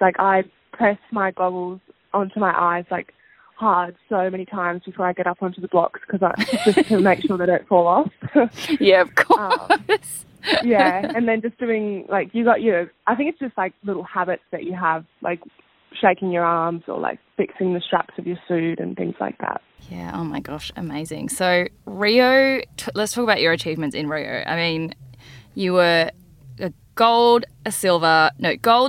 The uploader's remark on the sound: We did this over the phone so her audio isn’t as clear as usual